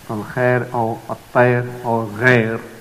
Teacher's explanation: Instead we apply the law of tarqiq. So we pronounce the ra with a thinner voice, instead of pronouncing it with a thicker voice and applying the law of tafkheen.